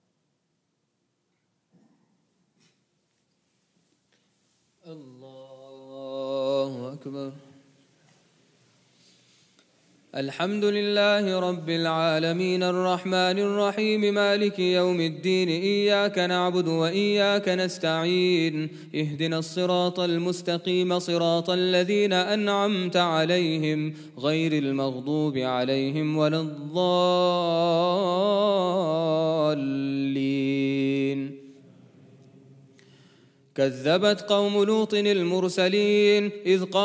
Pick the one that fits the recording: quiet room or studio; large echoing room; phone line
large echoing room